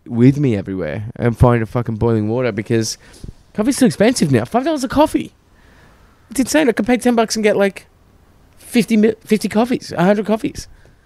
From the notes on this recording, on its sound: Recorded outside in the sun shirtless, I get attacked by a wasp mid-pod.